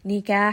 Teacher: ha again from the middle of the throat, make sure you do have a little bit of that constriction